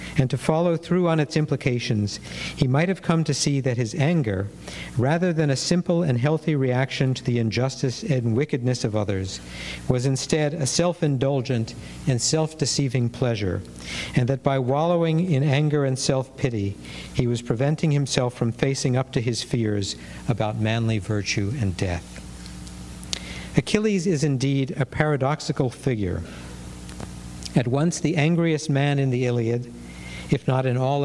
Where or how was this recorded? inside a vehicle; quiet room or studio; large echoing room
large echoing room